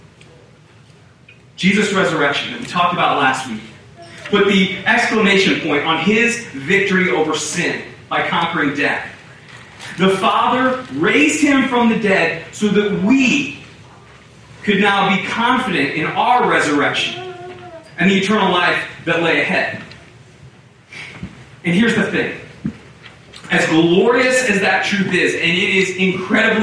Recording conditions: poor sound quality